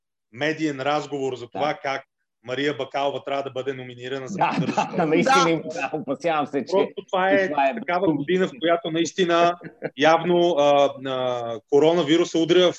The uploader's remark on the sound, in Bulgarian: Тихо, филмът започва... по Zoom